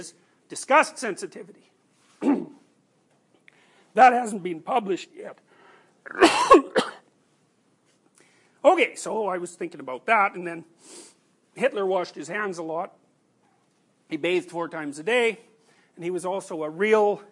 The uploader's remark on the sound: These recordings are from his class Personality & Its Transformations.